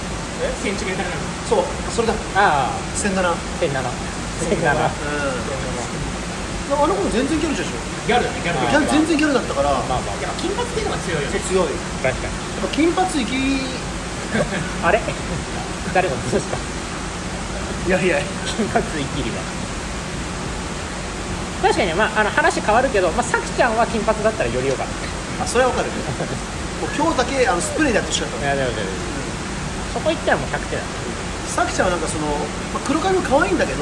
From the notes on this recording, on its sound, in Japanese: 土砂降りのなかで録音したので音悪いです